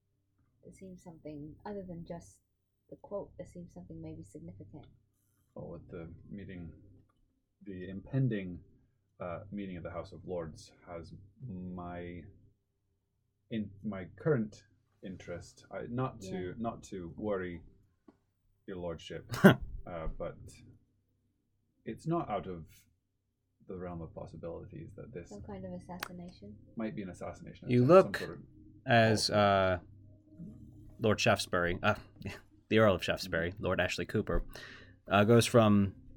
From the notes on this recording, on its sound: I accidentally used the computer mic instead of the desk mic. Sorry about the uneven vocals!